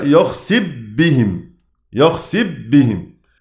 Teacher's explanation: صاحب الراء اللي هو روبا اللي هو الكسائي سيقرأ بإدغام الفاء المجزومة في الباء بعدها